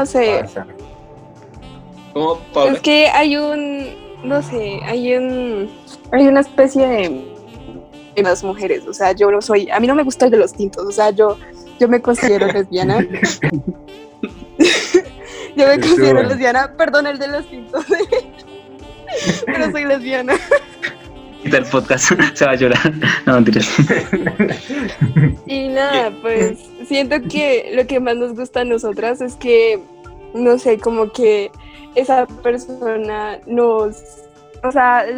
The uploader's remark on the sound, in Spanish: Perdón por las fallas del audio.